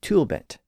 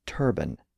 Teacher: But at some point, as the word passed through various other European languages, the L sound in the first syllable became an R sound, thereby producing the modern form of the word as turban